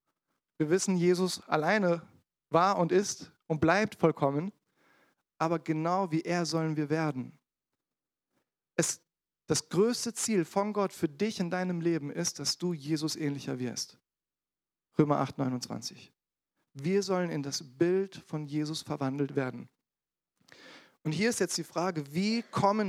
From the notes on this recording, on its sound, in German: in der Gemeinde Kaleo Schopfheim aufgenommen.